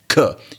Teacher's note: There's a velar, soft palate stop in a language, k.